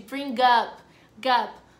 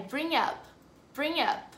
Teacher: Esse G você pode quase que considerar como mudo. · Shown in: second take